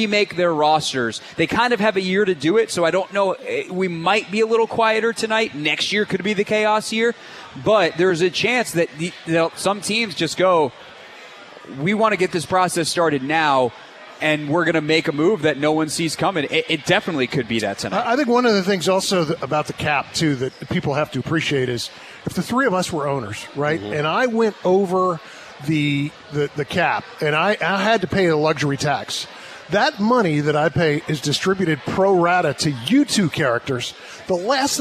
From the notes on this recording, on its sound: live from Capital One Arena